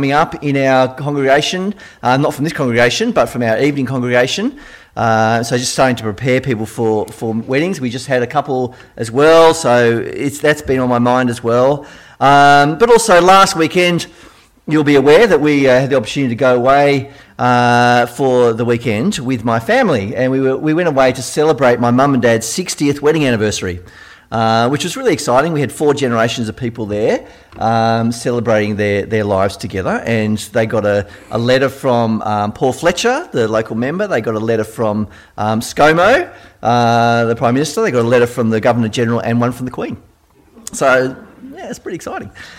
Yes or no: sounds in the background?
no